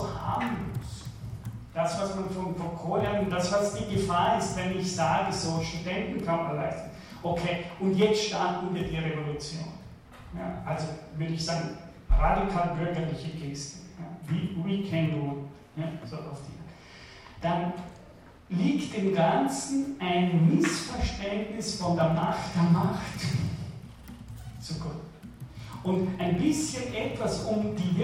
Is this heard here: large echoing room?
yes